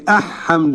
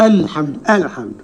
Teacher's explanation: ال هنا لام قمرية مظهرة · Shown in: second take